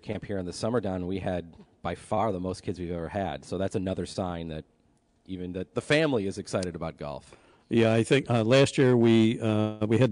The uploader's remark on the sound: Live from Pendleton Creek Golf Club in North Tonawanda. Joins the show from Florida.